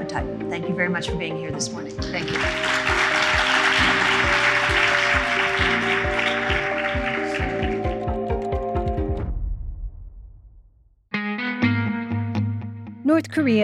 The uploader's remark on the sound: onstage at the Links 2023 conference in New York City